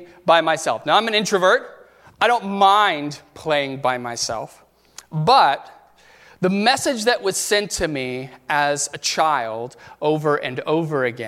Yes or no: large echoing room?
yes